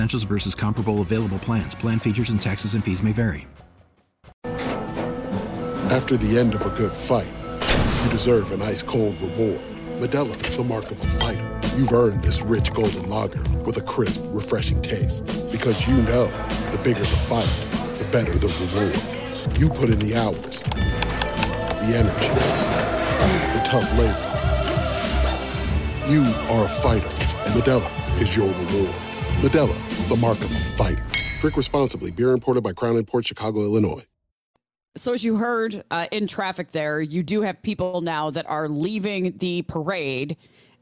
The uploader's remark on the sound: Providing you with live coverage of the Chief's Super Bowl parade.